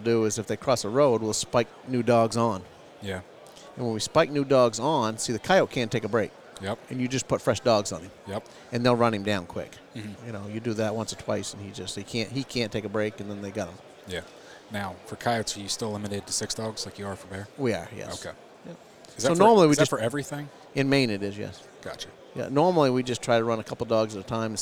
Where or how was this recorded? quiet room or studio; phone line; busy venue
busy venue